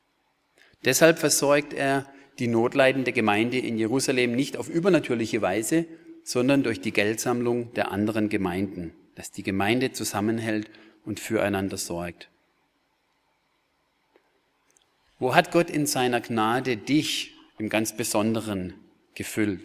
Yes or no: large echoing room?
yes